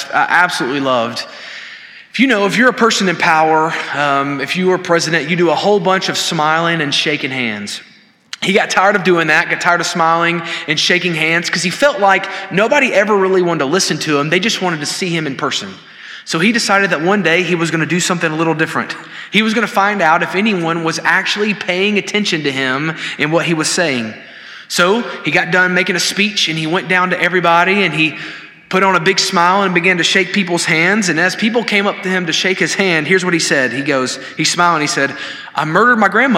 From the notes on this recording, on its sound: This sermon was delivered on April 19, 2023 at First Baptist Church Hendersonville, NC during the Wednesday night Bible study hour.